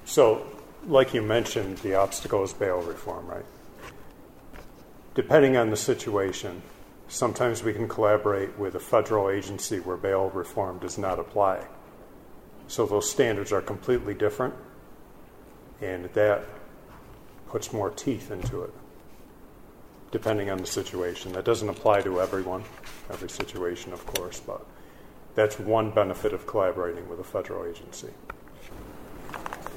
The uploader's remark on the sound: This is the audio from the City of Jamestown's joint press conference